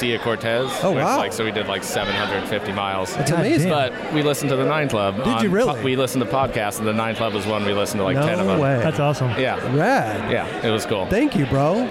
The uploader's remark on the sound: We were on location at the Egyptian Theater in Hollywood, CA for the premier of the new Lakai Footwear video